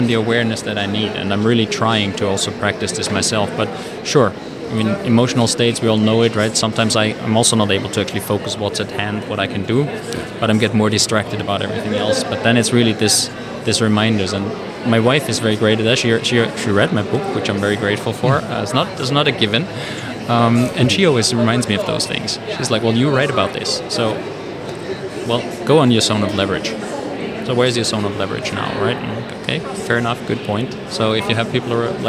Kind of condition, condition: setting, busy venue